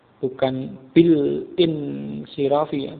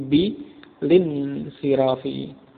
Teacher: Bukan bil in sirafi, tapi bi lin sirafi. Karena hamzah pada in siraf, hamzah wasol ya, tidak diucapkan · Shown in: second take